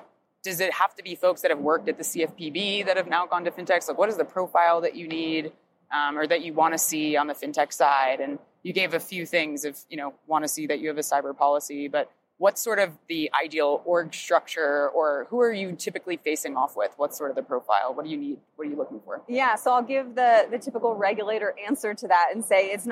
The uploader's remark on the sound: LIVE from Money20/20. It's timely and yet it was recorded last October LIVE at Money20/20.